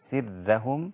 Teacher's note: ترقيق الراء لأن ورش لا يعتمد حركة الراء بل يعتمد حركة الحرف الذي قبلها فإن كان مكسور رققت الراء